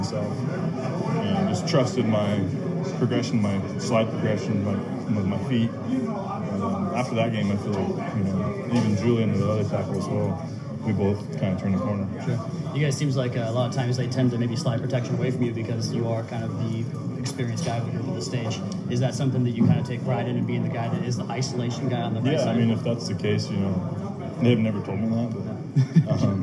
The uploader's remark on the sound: Audio From the Locker Room. In the Dolphins locker room.